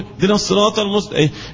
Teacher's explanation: لولا التفخيم الذي في الطاء لقلبت إلى تاء، لولا التفخيم الذي في الصاد لقلبت إلى تاء، لولا الترقيق الذي في السين لقلبت إلى صاد، وما إلى ذلك.